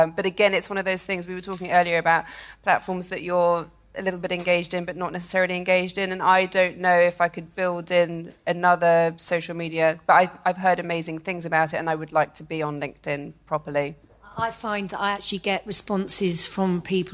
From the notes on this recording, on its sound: In our first ever show recorded in front of a live audience. Recorded at the Roca London Gallery in Chelsea Harbour.